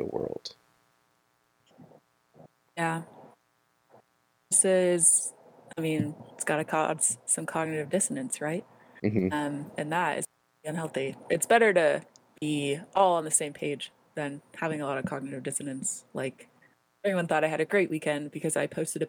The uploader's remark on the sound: Internet connectivity was a bit sketchy during our recording, and I am still figuring out the mono rather than stereo of certain parts of our audio.